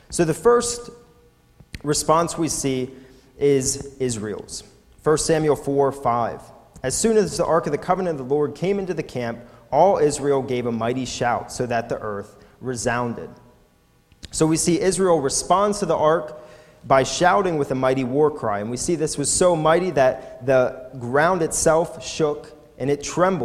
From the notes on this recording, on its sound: recorded at the Lebanon Bible Fellowship Church in Lebanon, PA on 6/17/2018 during the evening service